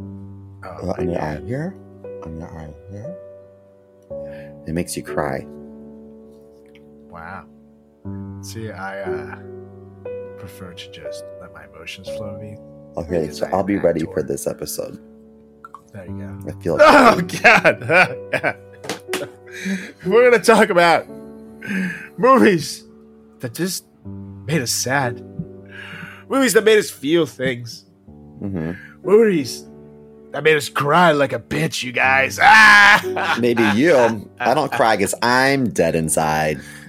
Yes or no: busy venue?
no